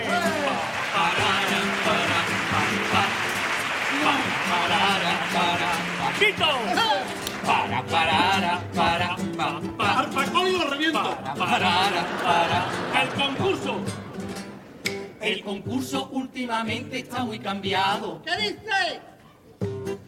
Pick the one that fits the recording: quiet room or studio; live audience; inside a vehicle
live audience